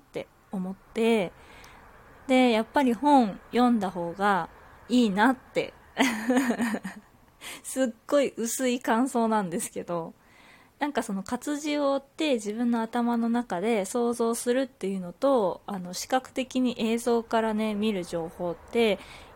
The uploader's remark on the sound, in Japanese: 自宅でスマホによる収録のため様々な騒音が収録されています、ご了承ください